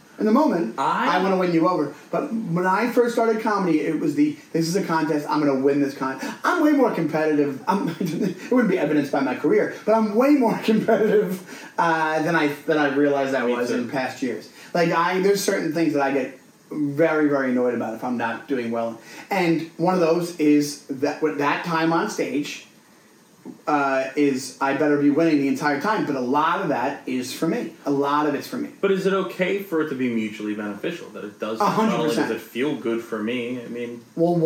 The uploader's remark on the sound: Some sound issues